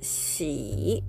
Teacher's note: 発音記号が XI の第三声、低く沈む音